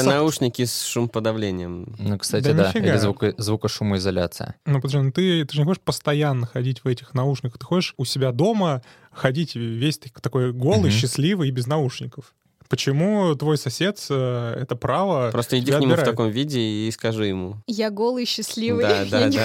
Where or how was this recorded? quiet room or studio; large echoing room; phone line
quiet room or studio